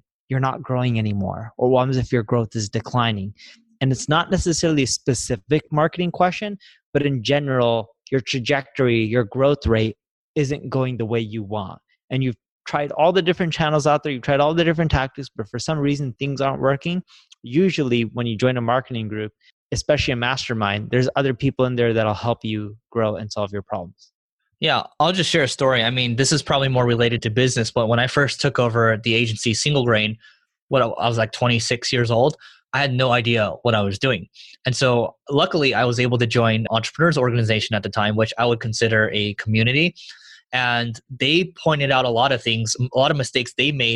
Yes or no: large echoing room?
no